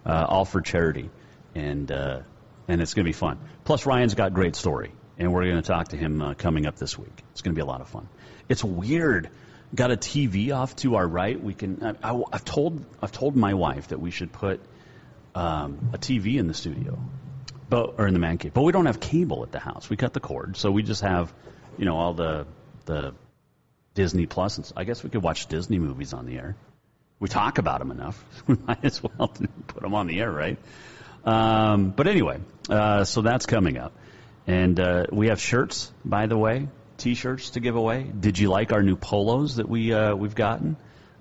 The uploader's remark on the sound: we were live at Green Meadow Country Club